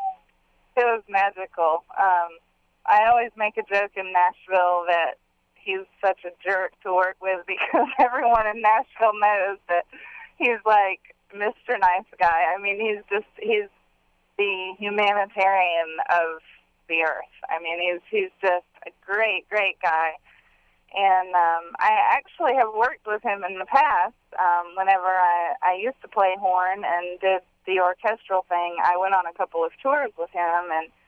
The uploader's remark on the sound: via telephone interview